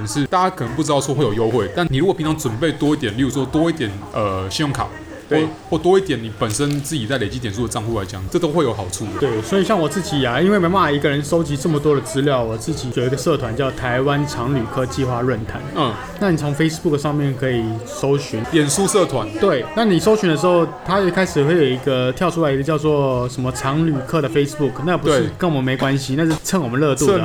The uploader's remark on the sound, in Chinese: 本集白噪音指數：微風級 2/5。錄音地點：李亭香。